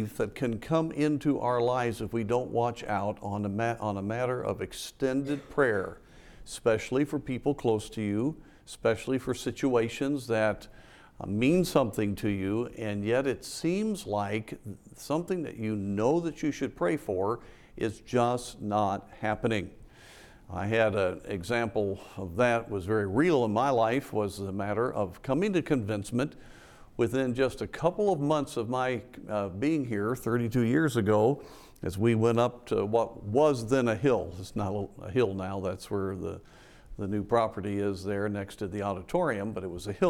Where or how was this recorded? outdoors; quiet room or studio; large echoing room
large echoing room